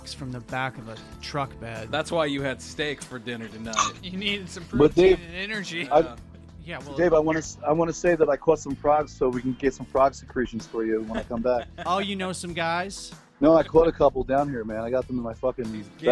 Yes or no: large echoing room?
no